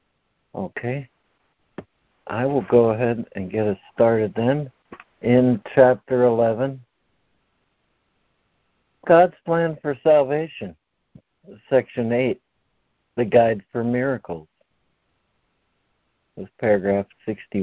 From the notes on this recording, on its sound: ACIM Daily Conference Call.